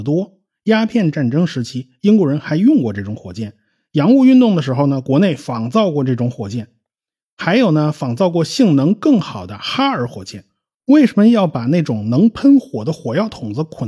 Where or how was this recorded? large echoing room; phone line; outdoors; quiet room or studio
quiet room or studio